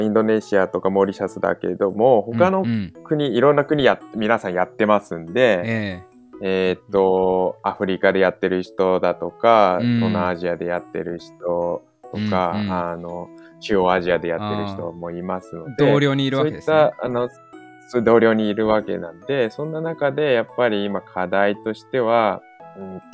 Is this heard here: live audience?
no